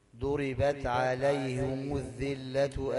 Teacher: عليهم الهاء يعني مكسورة والميم مضمومة